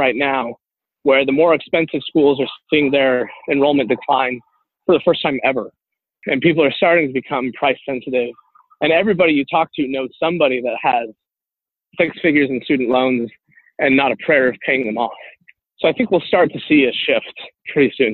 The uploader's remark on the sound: By the way, we apologize for the audio quality of this interview. Over the phone while he was on the move between meetings.